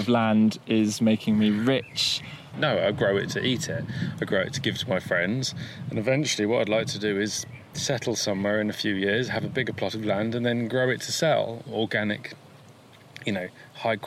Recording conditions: outdoors